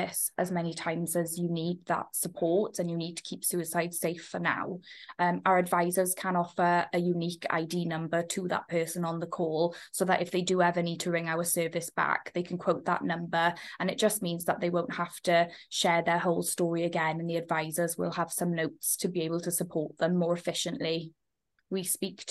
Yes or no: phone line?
no